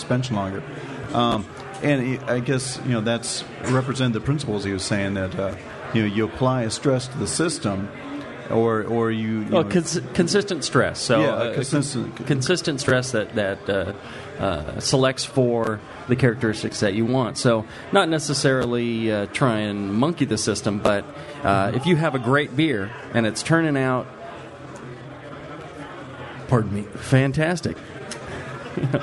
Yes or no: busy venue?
yes